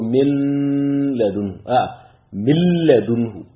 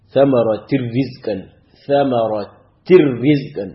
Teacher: ya zamana cewa gaba daya ka shigar da nunun cikin lamun, ko kuma ka shigar da nunun cikin ra'ul · Term: idghami bi ghairi gunna